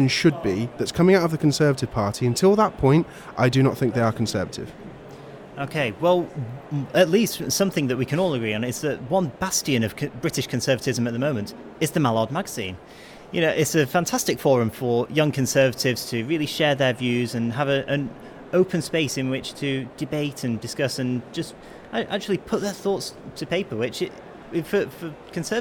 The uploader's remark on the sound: live at the Conservative Party Conference 2022